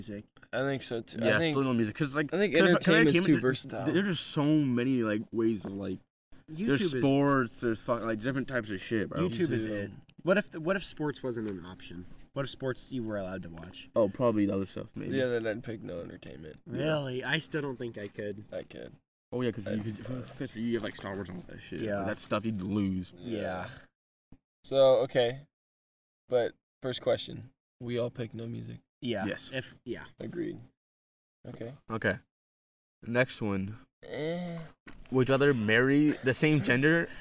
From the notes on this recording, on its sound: sprinklers soak us mid recording